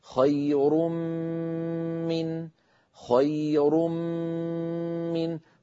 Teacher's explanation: عن التنوين هكذا كما نرى، خير من، خير من، فقولنا خير، هذه الميم الأولى المنقلبة عن التنوين تكون الغنة مصاحبة لها ومطولة · Term: الغنة الممطوطة